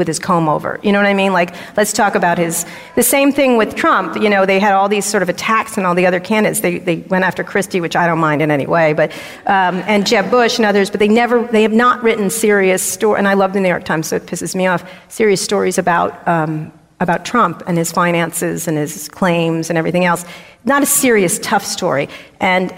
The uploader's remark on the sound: From our live show in DC.